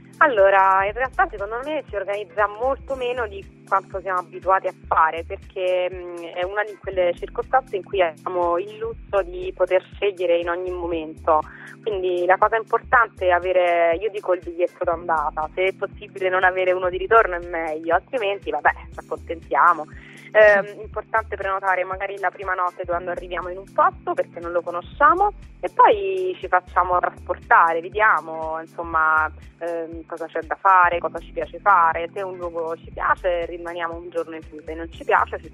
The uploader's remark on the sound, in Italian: Al Telefono